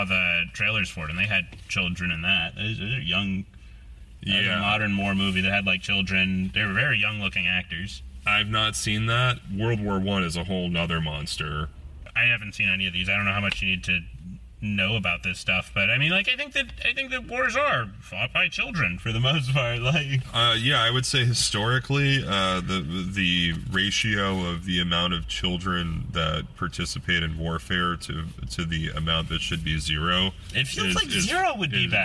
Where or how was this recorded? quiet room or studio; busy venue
busy venue